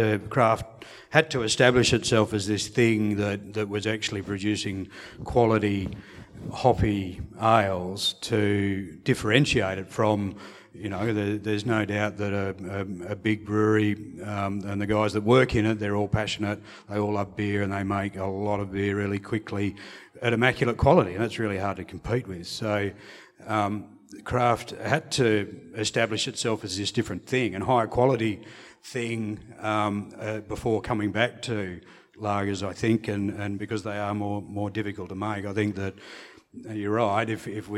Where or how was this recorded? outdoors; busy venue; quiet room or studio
busy venue